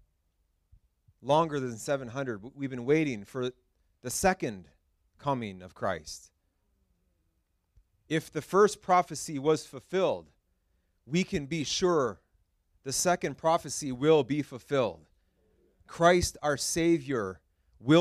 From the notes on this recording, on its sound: This message was preached at Freedom Life Church International in Kitchener, Ontario